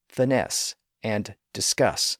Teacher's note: multisyllable words like finesse and discuss, which have the stress on the final syllable